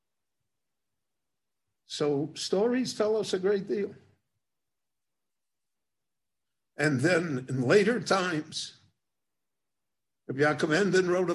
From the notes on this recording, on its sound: Book Launch. This lecture was given in Jerusalem.